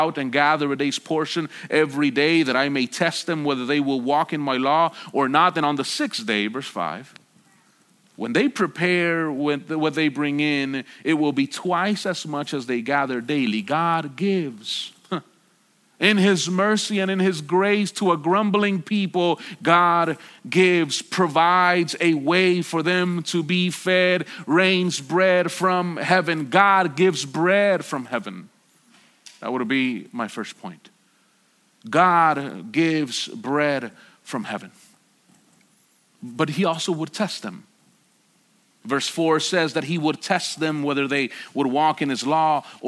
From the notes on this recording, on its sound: at Sojourn Galleria Church on Sunday, August 25, 2019